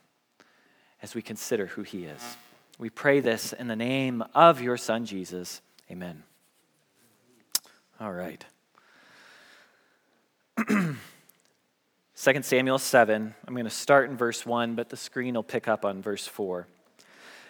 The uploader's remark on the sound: Message Preached at Valley Creek Church